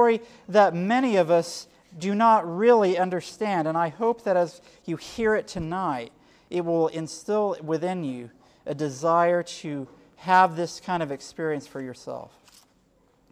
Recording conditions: live audience